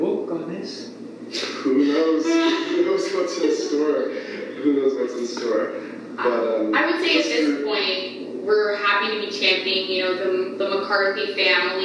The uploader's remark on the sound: On this weeks episode we are sharing a LIVE talk we gave at the Moncton Public Library.